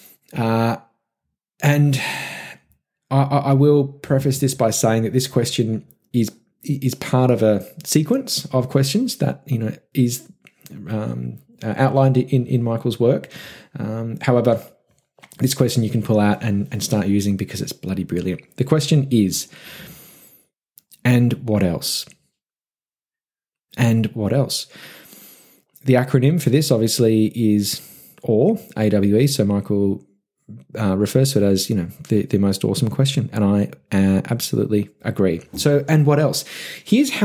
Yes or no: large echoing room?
no